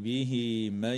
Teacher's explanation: وتوصل هاء الضمير في قول الله تعالى به من بياء تمد بمقدار حركتين · Term: مد الصلة الصغرى